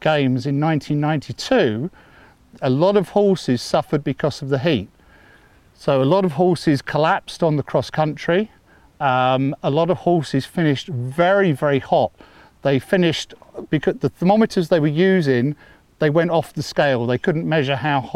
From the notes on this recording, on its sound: Talk at Mayfield School, Kent. This was recorded outside at the Mayfield School's Equestrian Centre, and you may hear some general yard noises in the background.